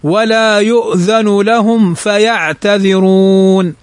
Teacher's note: فهنا قوله ولا يؤذن لهم فاء، ميم بعد الفاء فتظهر لا تخفى · Term: الإظهار